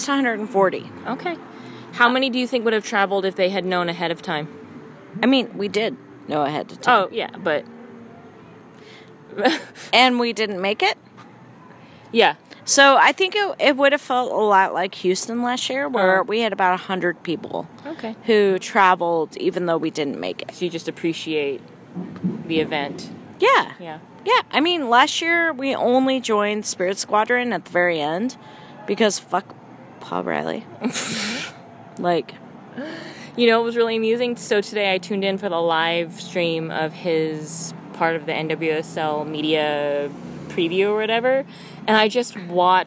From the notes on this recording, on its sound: from outside Big Daddy's Roadhouse karaoke bar.